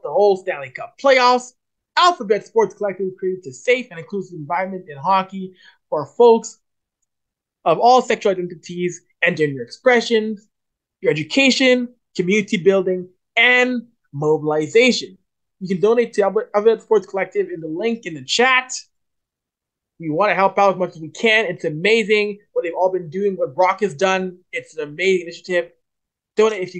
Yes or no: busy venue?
no